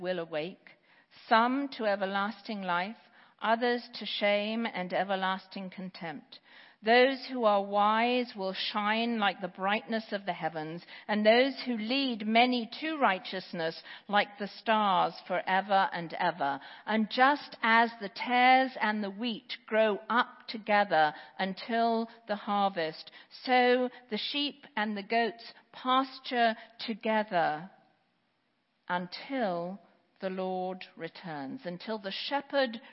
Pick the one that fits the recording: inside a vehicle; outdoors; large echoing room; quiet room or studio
large echoing room